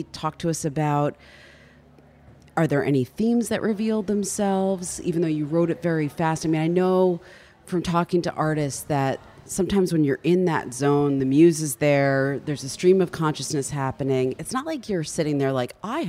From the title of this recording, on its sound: Live at Newport Folk Festival